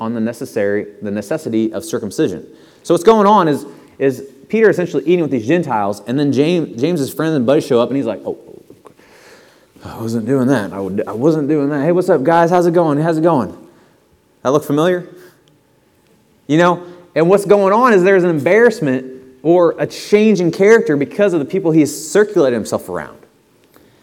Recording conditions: large echoing room